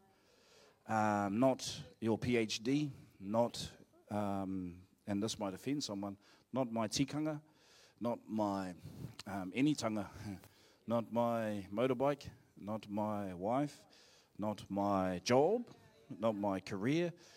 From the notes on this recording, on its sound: Live From IwiTapu Destiny Church Hawkes bay